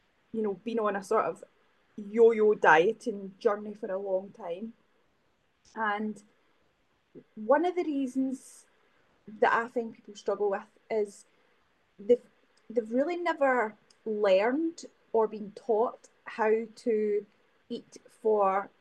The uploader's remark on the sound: My apologies for the poor sound quality in this episode!